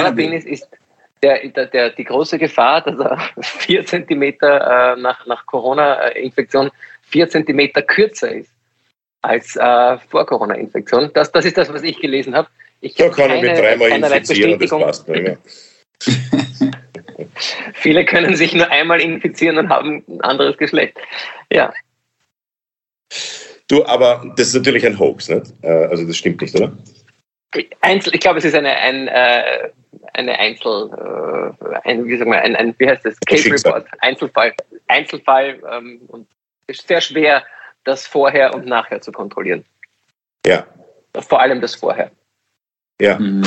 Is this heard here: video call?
yes